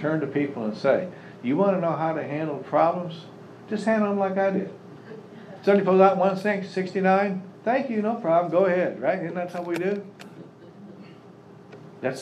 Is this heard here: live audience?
yes